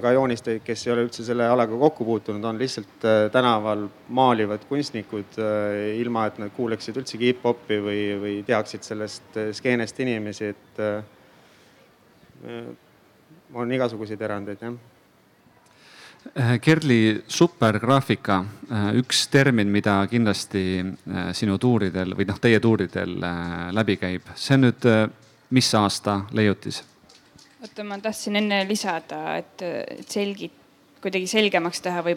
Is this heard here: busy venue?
yes